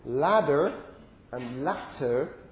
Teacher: the so-called North American tap, okay, where the T is no longer sort of a clear-cut plosive. I introduced this already last time, but it's sort of a very quick flap, sort of a tap.